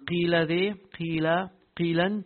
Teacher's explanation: a letter of tafkhim with a kasra in the lowest level